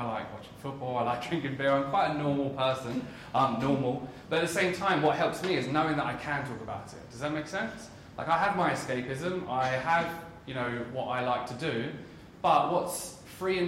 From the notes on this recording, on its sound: This full talk was delivered at Wieden and Kennedy in London for mental health awareness week.